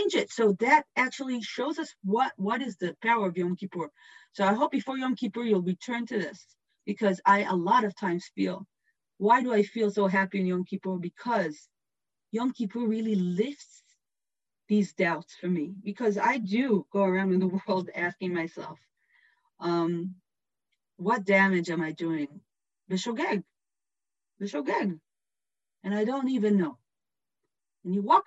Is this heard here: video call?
yes